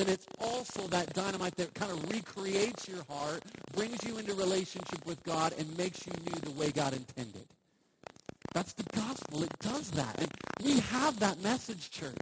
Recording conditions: poor sound quality